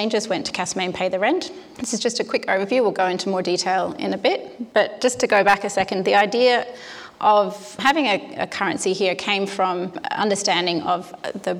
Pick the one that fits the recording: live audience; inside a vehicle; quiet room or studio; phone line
live audience